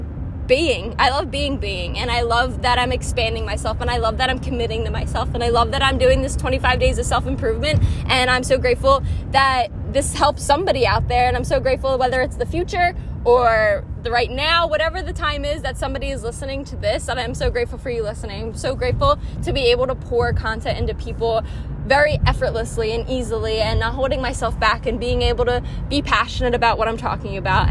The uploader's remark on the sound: I wanted to record myself while I was driving. I’m still playing around w the audio on this so sorry lmao.